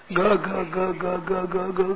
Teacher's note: ये महाप्राण है, इनमें प्राण खर्च ज्यादा होते हैं